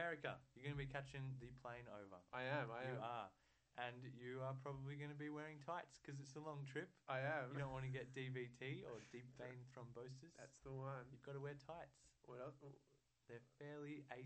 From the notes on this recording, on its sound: turn up the sound again sorry!